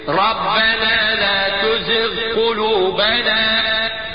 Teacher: الغين من أقصى الحلق والقاف من أقصى اللسان · Term: السكون بتاع الغين